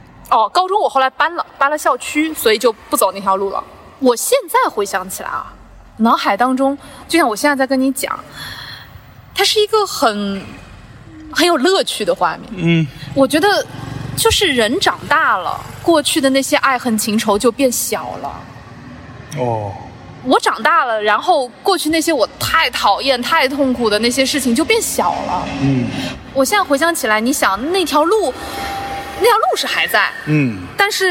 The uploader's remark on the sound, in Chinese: 在中秋之日的傍晚时分，在连云港的小河旁，他们边散步边聊天，便录制了这期伴随着自然环境音的“路边风”。